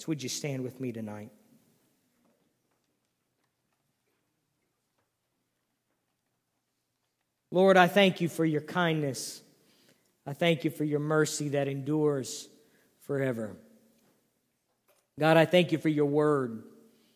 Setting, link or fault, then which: setting, large echoing room